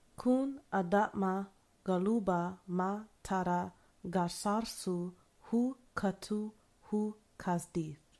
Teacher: Like the only vowels were ahs and oohs.